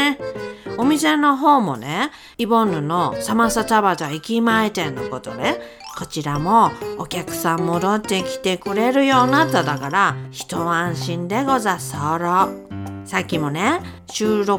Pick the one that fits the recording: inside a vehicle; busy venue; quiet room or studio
quiet room or studio